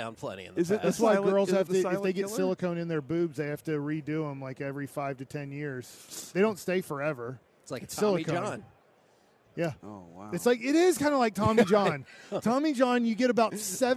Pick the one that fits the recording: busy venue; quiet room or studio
busy venue